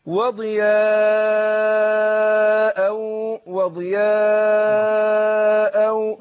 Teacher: عايزين نعرف حاجة وناخد بالنا من إخواننا المشاهدين، المد طبعا هنا في ضياء، هنا مد متصل، مد متصل حكمه الوجوب، بنمده كم حركة؟ أربع حركات